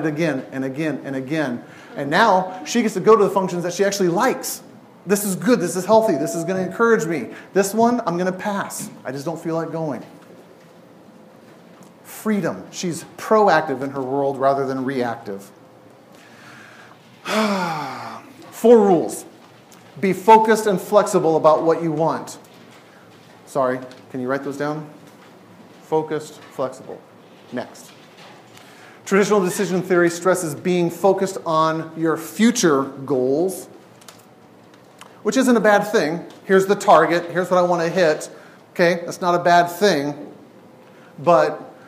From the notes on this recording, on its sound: Each week is presented live at Imago Dei’s Refuge in Portland, Oregon.